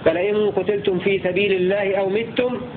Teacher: يقرأ نافع وحمزة والكسائي بكسر الميم